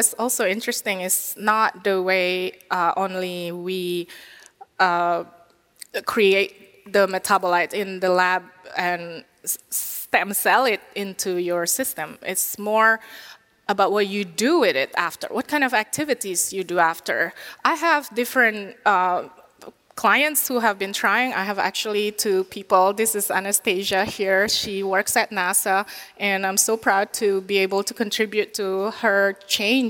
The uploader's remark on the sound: LIVE from the 9th annual Biohacking Conference in Orlando Florida.